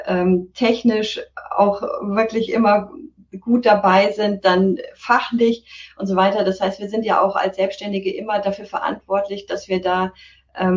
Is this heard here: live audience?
no